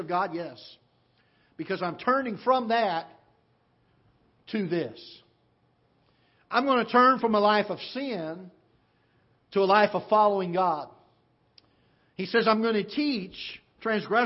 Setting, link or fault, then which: setting, large echoing room